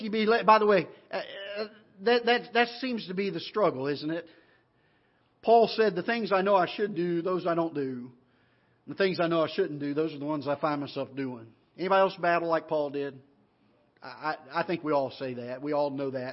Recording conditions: large echoing room